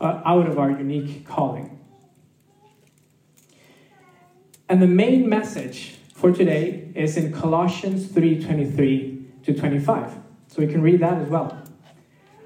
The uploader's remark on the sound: This message was recorded live at our Malmö Gathering. C3 Church Malmö & Lund.